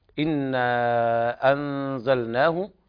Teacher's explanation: إنا أنزلناه هنا إخفاء حقيقي لوقوع الزاي بعد النون الساكنة